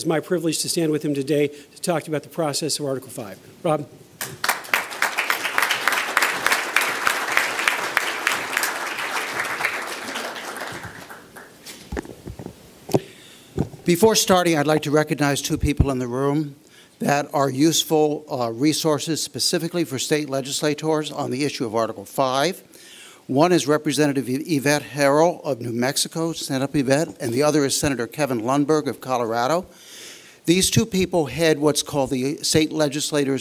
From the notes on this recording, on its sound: addresses an audience of state legislators